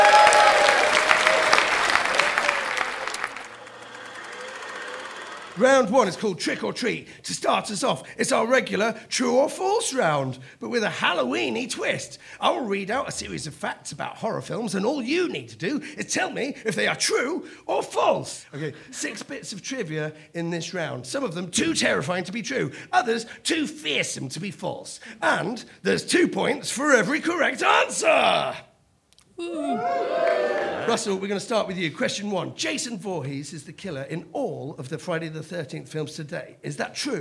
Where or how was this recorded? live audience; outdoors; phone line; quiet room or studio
live audience